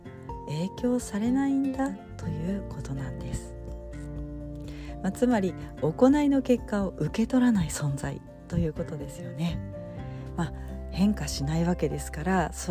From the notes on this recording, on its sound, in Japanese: 今日は、スマホ収録になりました。音声がいつもと違うかもしれません。